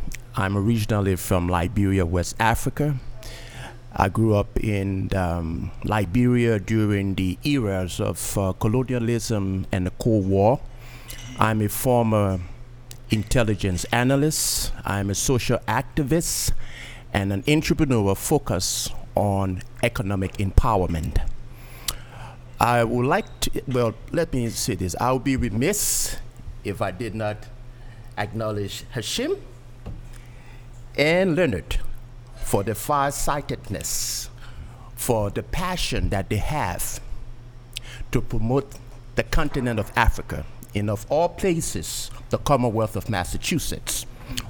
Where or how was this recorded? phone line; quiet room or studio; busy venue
busy venue